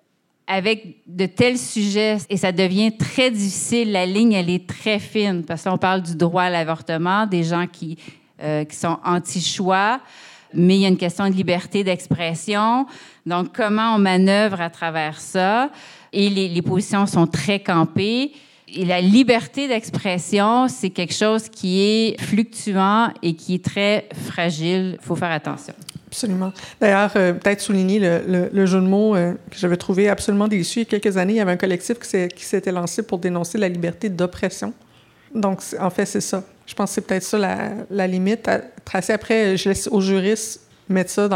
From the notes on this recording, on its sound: Cette conversation a été enregistrée au Centre PHI à Montréal. This conversation was recorded live at the PHI Centre in Montreal. Thank you to the team at the PHI Centre for their help with this event.